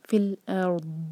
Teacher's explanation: دود پر جھٹکا نہیں آتا ہے، تو دود کو بغیر جھٹکے کے پڑھیں گے